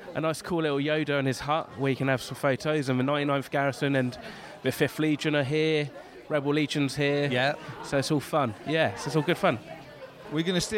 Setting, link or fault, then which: setting, busy venue